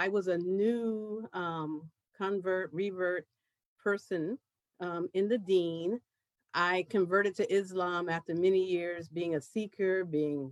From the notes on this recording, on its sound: a live virtual panel